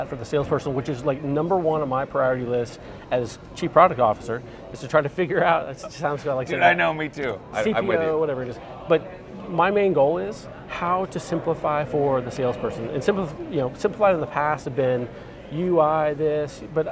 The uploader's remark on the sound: Are on site at LeadsCon 2023. Interviewed 8 attendees from the show floor.